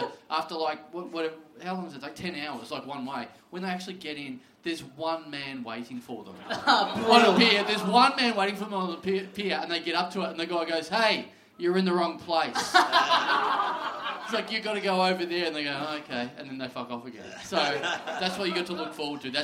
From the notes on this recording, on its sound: We're back in Melbourne for a boutique, sold-out live show that went EXTRA long! A live show in a small venue.